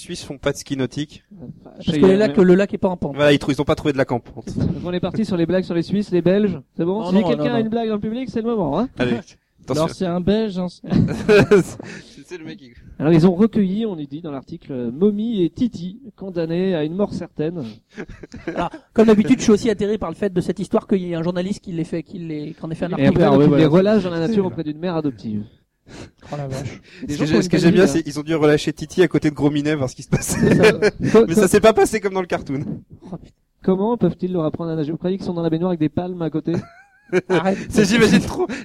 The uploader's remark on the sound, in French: Cet épisode a été réalisé en direct de PodRennes, rencontre entre et avec tout plein de podcasteurs.